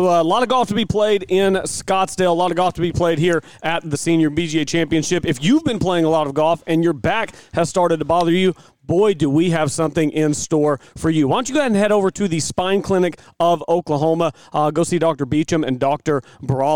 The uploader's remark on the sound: LIVE FROM SOUTHERN HILLS. Talking to several players after their rounds.